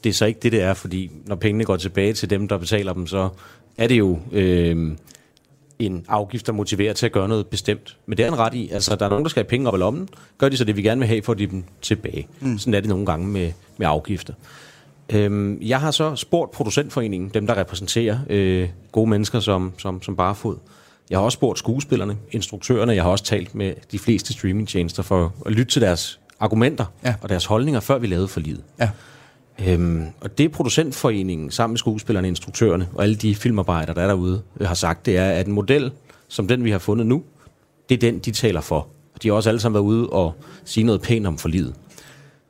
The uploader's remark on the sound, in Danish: På Folkemødet på Bornholm, hvor Kulturmagasinet befinder sig i denne udsendelse. Sidst i udsendelsen er vi også på Copenhell.